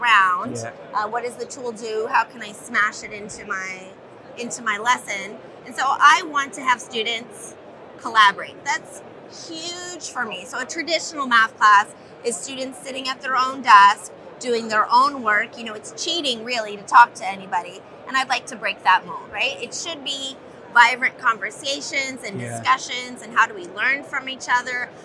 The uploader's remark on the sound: live from the Bett show floor